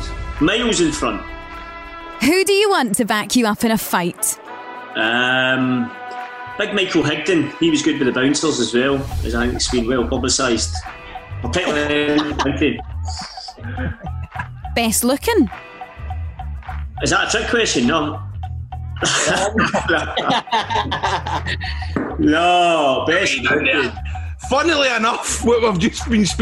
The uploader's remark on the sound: on zoom for one week only